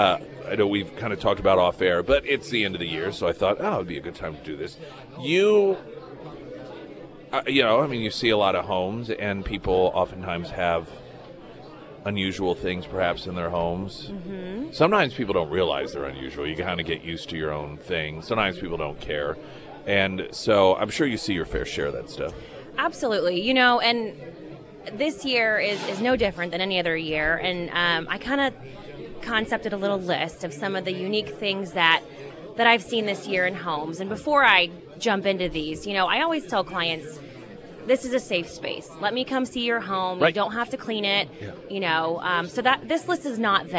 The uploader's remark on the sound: live at Scramblers Diner for the Friday Road Show